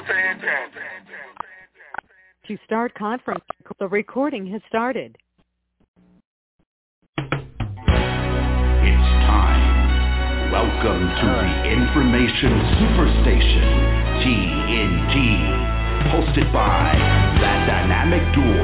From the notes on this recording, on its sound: TNTSuperfantastic Conference Call.